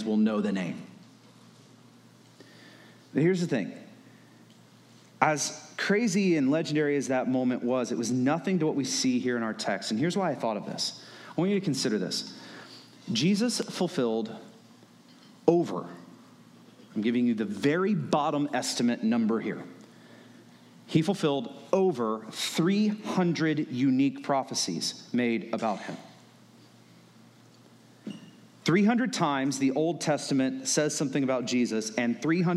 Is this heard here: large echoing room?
yes